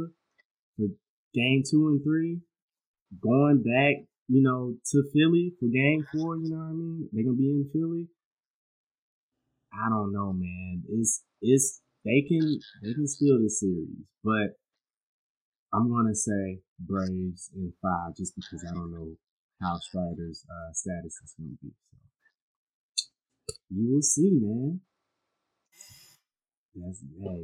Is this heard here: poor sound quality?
yes